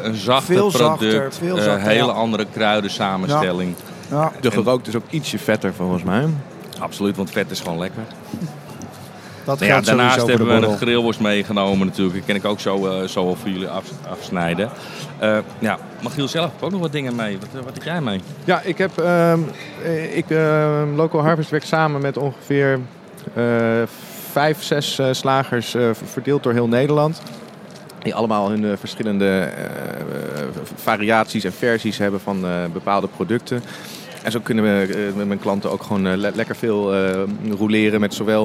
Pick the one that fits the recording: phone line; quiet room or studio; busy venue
busy venue